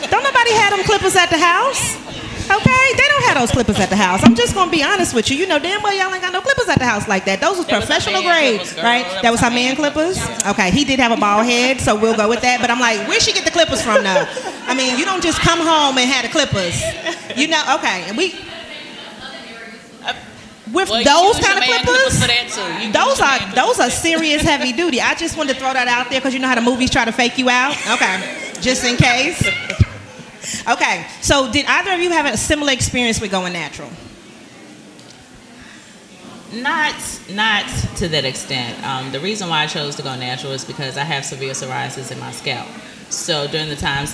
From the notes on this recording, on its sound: At the Glow Get It Festival. This episode was recorded with a live audience at NC Nonprofit, Real Glow Getters' Glow Get It Festival in Greensboro, NC.